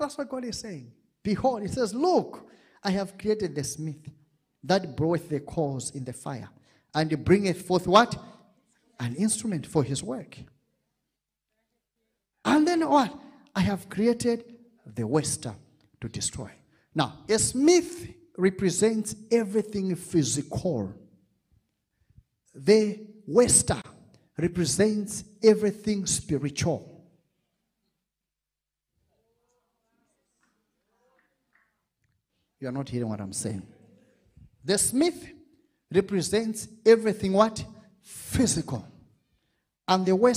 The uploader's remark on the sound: This episode was extracted from our Live Church Services